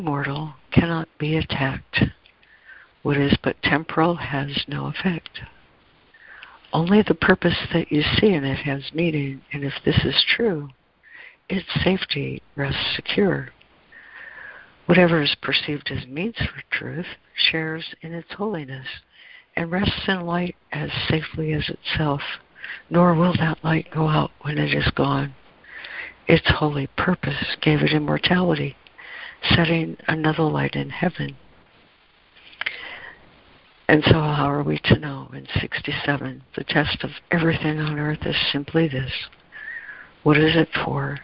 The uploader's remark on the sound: ACIM Daily Conference Call